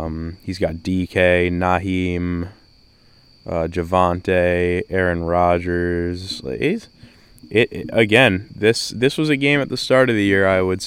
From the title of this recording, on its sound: This Was Recorded Outside